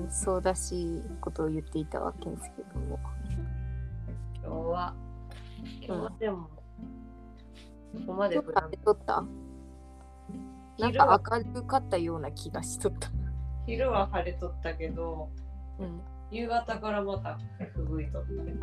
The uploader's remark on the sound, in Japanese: 雑音多め。一部どうぶつの森のような音声バグあり。